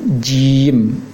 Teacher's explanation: Pengucapannya tekankan tengah lisan ke langit-langit. Jim. Jangan sampai terucap seperti cim. · Term: huruf jim